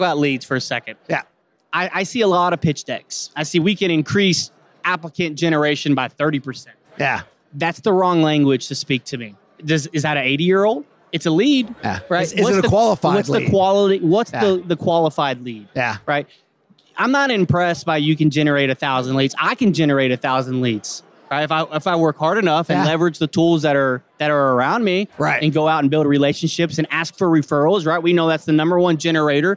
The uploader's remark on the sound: Live from UNLEASH America in the Workhuman booth